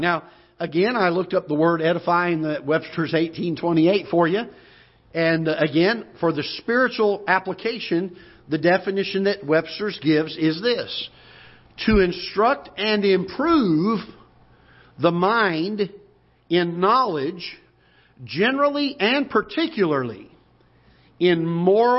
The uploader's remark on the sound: Ketha Heights Baptist Church ~ Live Broadcast